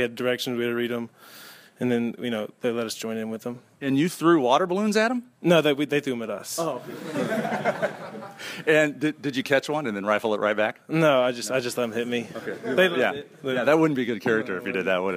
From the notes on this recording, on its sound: We begin with a live audience in Virginia at James Madison University. Our feature interview stays on campus at JMU.